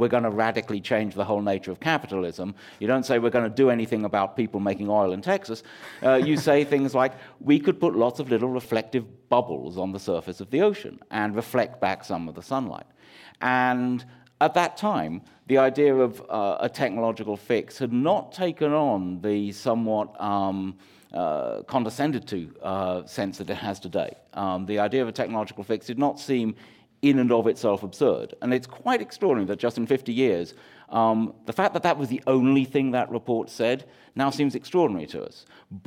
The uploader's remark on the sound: This program was recorded live at the Commonwealth Club of California in San Francisco.